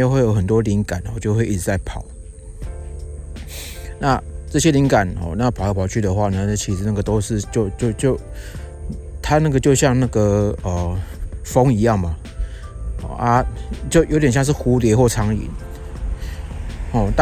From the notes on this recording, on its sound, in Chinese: 本集特別在外用 iPhone 11 Pro 內建的立體聲麥克風錄製，防風效果普普。但蠻清析的。